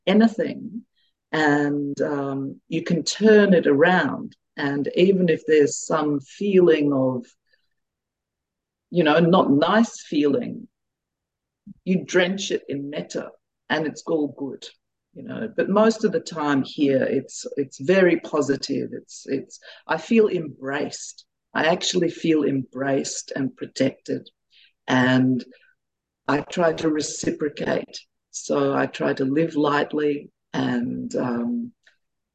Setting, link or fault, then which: link, video call